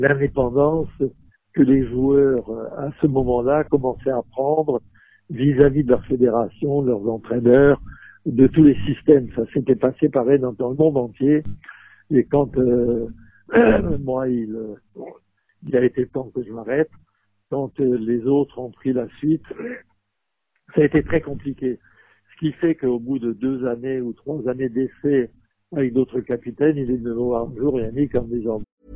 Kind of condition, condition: link, phone line